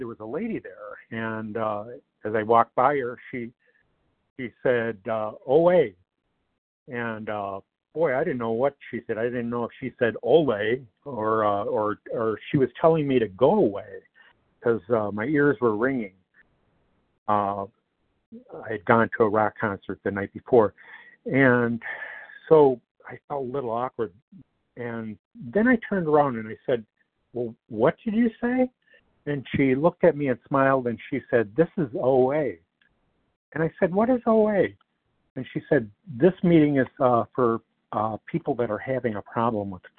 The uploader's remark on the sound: 100 Pounders Phone Meeting